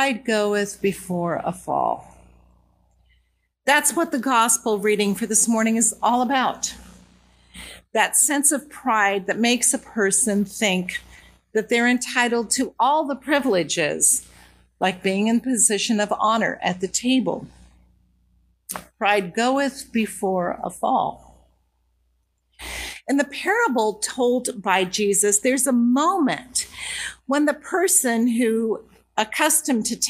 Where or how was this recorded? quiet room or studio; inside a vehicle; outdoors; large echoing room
large echoing room